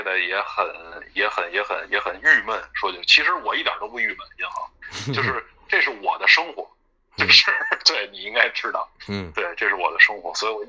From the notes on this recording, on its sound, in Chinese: 今天是临时决定利用最简单的设备来录制一期补充节目。被圈养在天津家中没有设备随身。